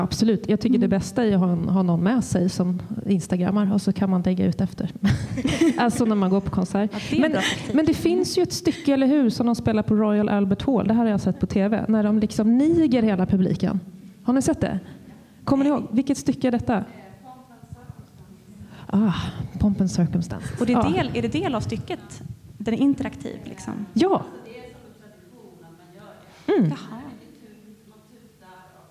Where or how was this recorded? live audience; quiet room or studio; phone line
live audience